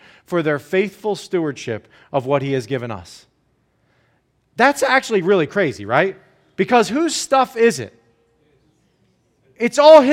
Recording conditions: large echoing room